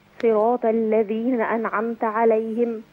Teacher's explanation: الطاء هنا مفتوحة في أعلى مراتبها